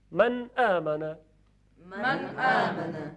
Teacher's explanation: نون خیلی کوتاه به اندازه خودش تلفظ میشه · Term: اظهار